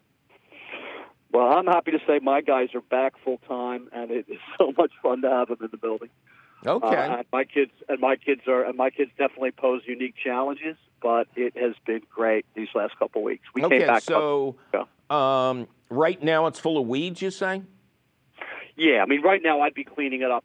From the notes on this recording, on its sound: your fabulous phone calls!